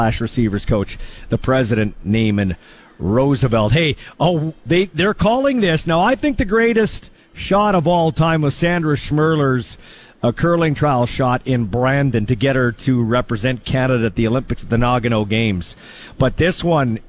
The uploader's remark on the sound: LIVE from the Brandt Centre.